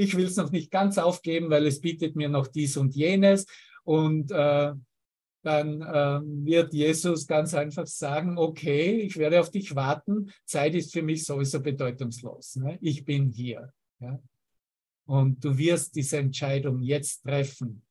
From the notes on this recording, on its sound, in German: Zoom-Session. Veranstaltet von der Aleph Akademie.